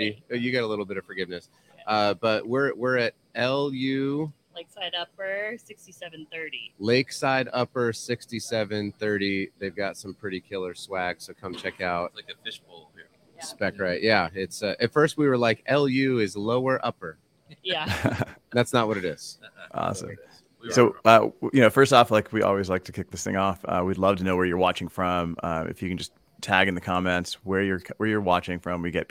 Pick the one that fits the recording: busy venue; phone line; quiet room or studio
busy venue